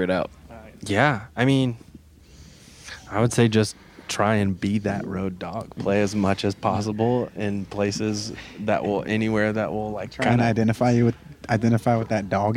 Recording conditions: busy venue